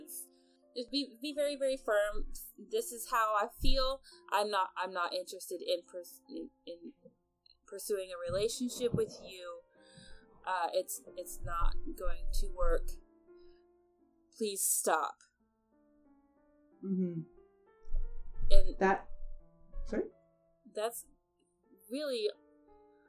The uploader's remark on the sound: This episode was edited with no experience, and may be reflected in the audio quality.